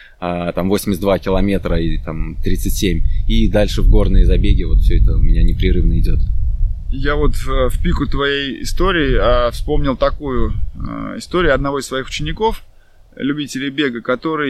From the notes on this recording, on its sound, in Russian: записывали мы его прямо в лесу под звуки природы